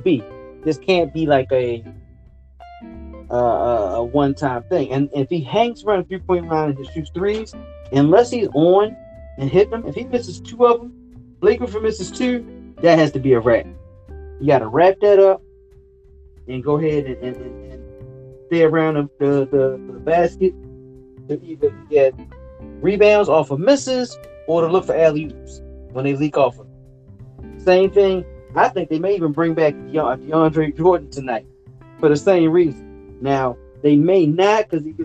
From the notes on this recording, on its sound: Don't kill me for the sound.